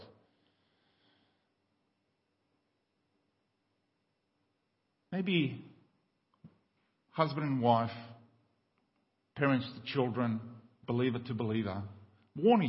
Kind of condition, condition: setting, large echoing room